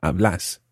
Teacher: So vos hablas, with a stressed second syllable, hablas.